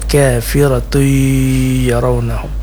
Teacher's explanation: Idgham artinya masuk bigunnah dengan dengung. Berarti harus kita panjangkan selama 4 harakat · Term: idgham bigunnah